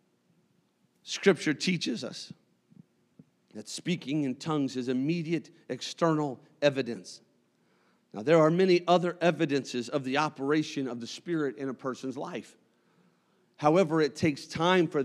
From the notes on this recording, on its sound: a service recording from Connect Point UPC